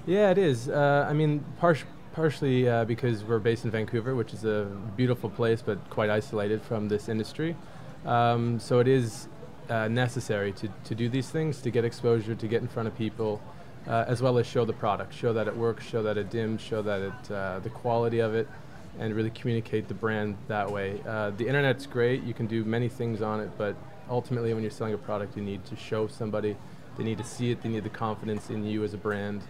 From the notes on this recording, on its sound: broadcast live from Salone del Mobile in Milan